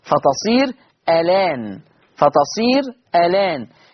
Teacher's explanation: الآن لما أجي أعمل نقل فيها هشيل الهمزة واخد الفتحة حطها على اللام فتبقى لام مفتوحة